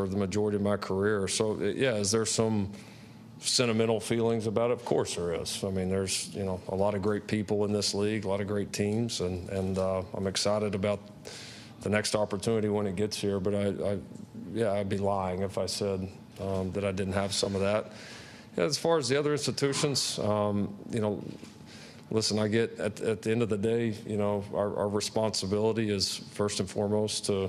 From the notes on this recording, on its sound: Media Day Press Conference.